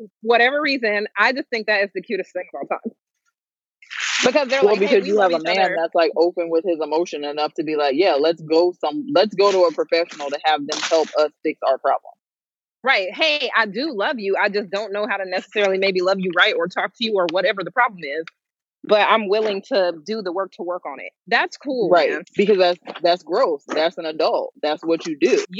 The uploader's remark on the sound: Sit and chat with us as we drive and run errands in our "carcast" episode.